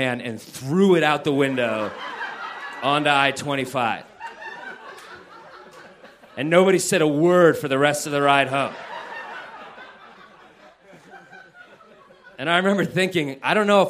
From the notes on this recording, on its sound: This story was recorded live on 16 December 2015 at Buntport Theater in Denver, Colorado; the theme of the evening was "Siblings."